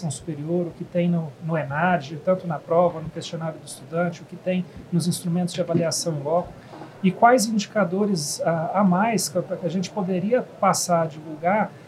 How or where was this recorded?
busy venue